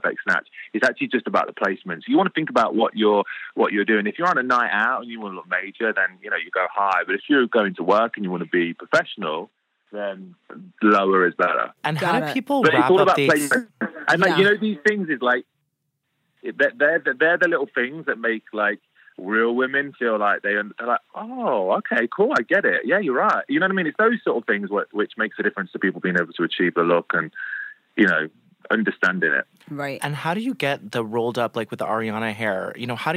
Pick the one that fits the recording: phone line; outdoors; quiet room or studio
phone line